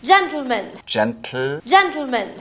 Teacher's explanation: She does lateral plosion on words like gentleman. Gentleman. That's exploding the T sound straight into the L sound and is difficult for a lot of people.